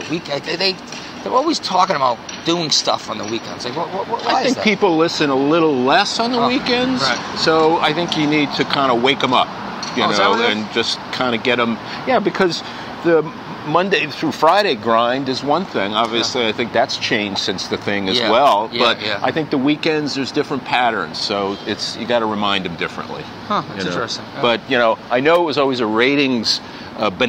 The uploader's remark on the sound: walk and talk in Boston's Back Bay